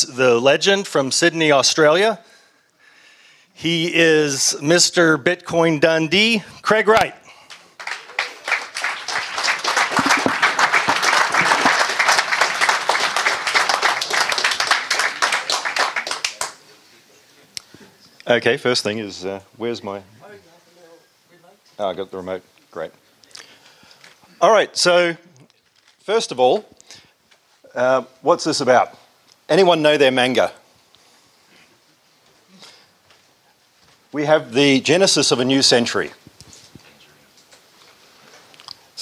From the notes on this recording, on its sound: This episode featured content from the Future of Money conference.